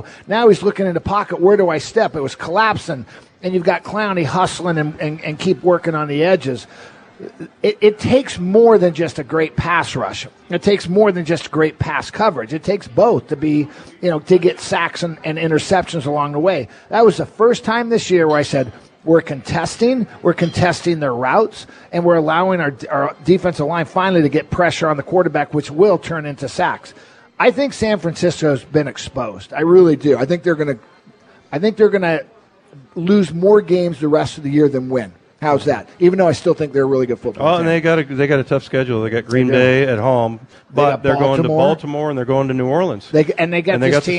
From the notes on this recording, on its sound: live at Snoqualmie Casino